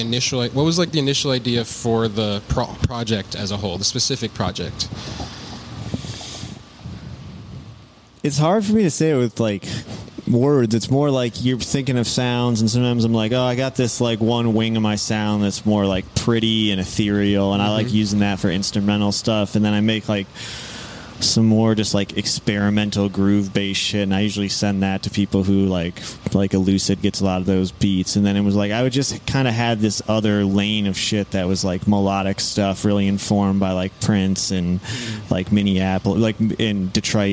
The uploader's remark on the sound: Recorded at Thunder Canyon Brewery.